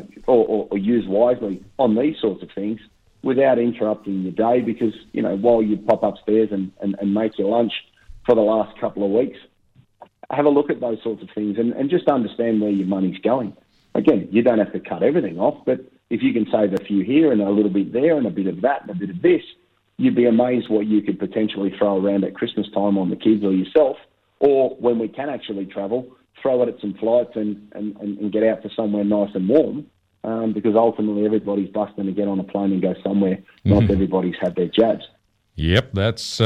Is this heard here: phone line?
yes